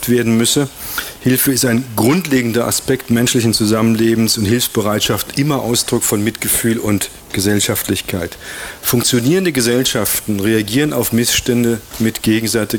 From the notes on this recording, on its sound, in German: Live auf dem Allerweltsfest in Ulm. Radio free FM hat den Vortrag übertragen.